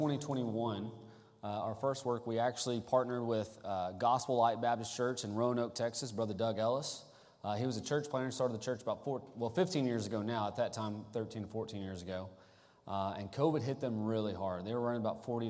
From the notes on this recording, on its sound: Sunday Morning Service: Missions Conference Service.